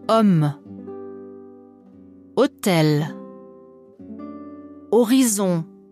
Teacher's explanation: Das französische H wird nie ausgesprochen.